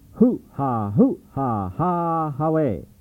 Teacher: it starts at a high pitch and descends down on each repeat to a lower terrace level